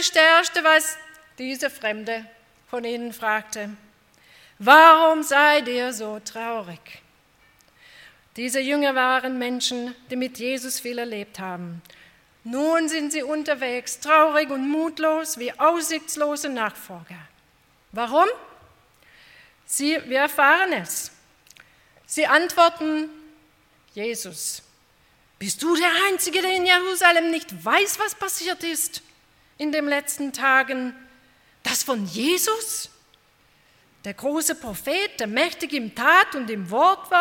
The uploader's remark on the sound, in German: bei einer Veranstaltung der Liebenzeller Mission